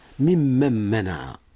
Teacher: نعم، من من أصله من من، ثم ممن منع، إدغام النون في ميم منع · Term: إدغام مثلين